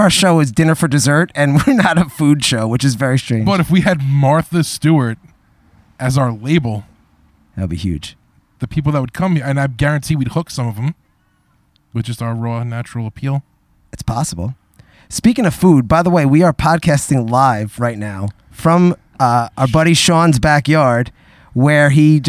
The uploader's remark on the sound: On their first ever live backyard show